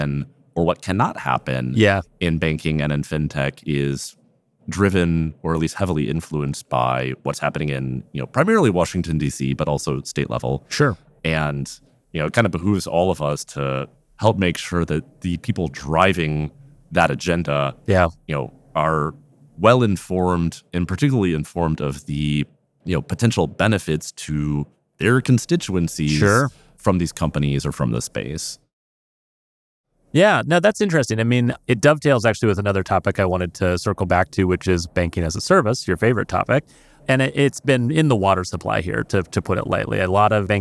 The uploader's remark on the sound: Live from Money 20/20 in Las Vegas